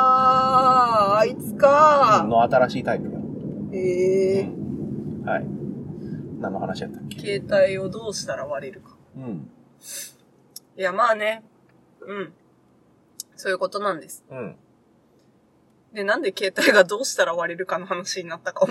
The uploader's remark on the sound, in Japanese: 走行中の車内からお届けします！